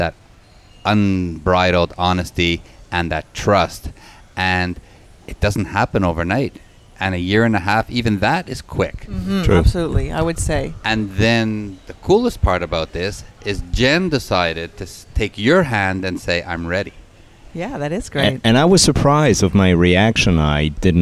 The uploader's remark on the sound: broadcasting on location at Hedonism II in Jamaica